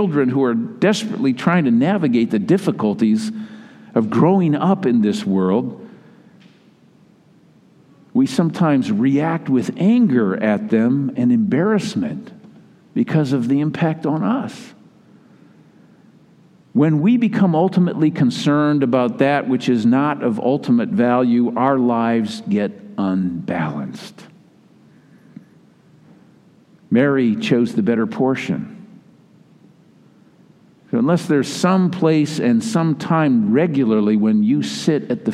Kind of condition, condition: setting, large echoing room